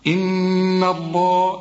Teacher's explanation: هنا اللام بتاعت لفظ الجلالة مفخمة لكن الهاء مرققة